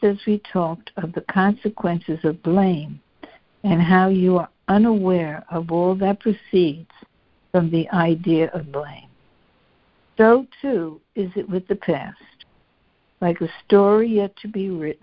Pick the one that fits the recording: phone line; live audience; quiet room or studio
phone line